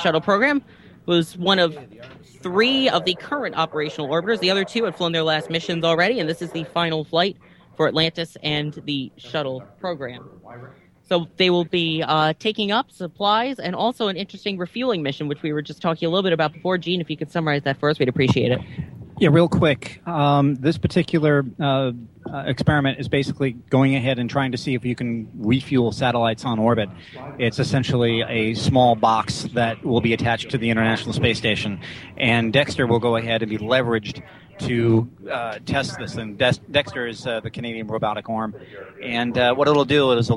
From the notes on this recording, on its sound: The entire team gathered at the Kennedy Space Center to broadcast live coverage of the final space shuttle launch. The final flight of the shuttle program can be heard directly from our own microphones as we narrate the 8 and 1/2 minute climb to orbit which Atlantis performed. Live from the Kennedy Space Center in Cape Canaveral, Florida.